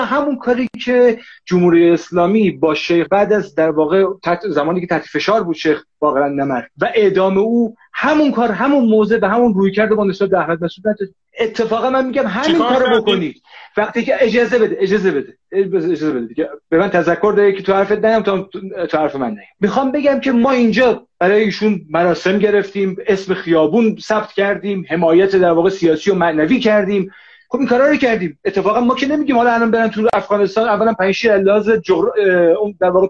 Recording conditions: video call